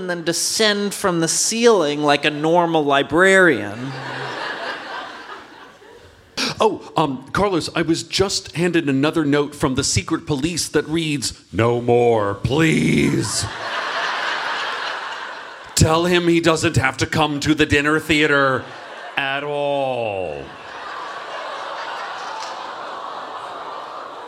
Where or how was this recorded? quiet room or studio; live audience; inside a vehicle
live audience